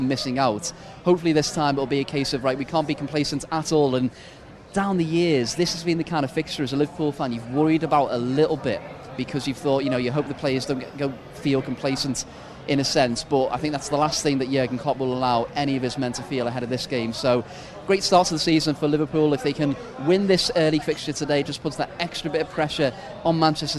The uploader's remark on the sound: From our spiritual home Barasti. The Grill at Barasti, where the game is always on.